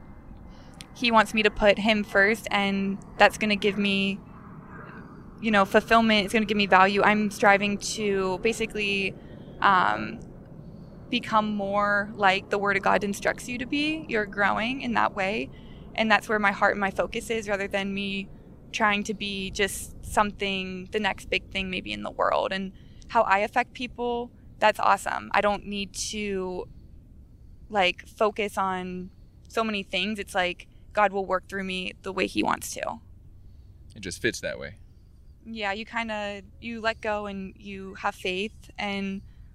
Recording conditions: outdoors